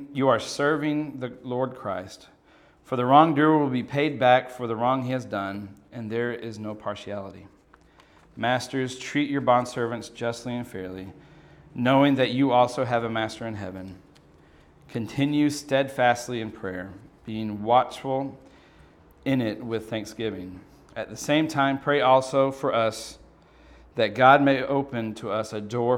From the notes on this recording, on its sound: From the God’s Men God’s Mission conference.